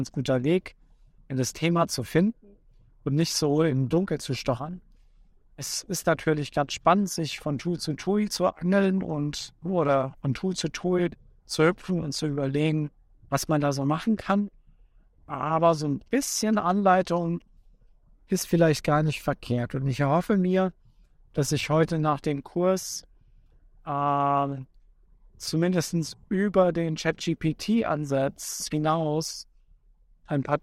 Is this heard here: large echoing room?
no